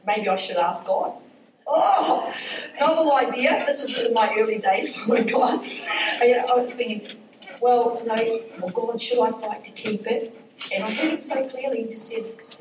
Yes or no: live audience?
yes